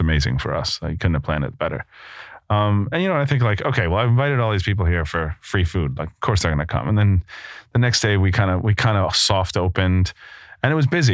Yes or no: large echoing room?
no